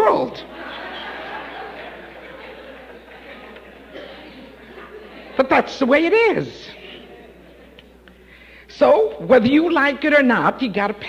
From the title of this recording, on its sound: Live At The Love Of Jesus Family Church